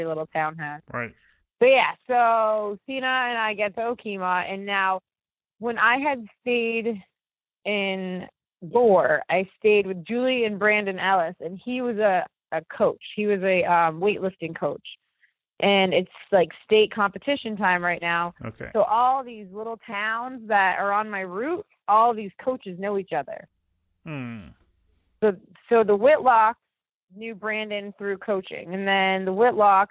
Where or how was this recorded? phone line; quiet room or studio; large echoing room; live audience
phone line